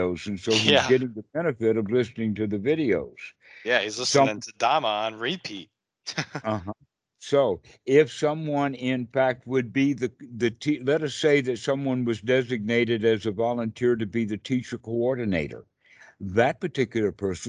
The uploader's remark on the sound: skype calls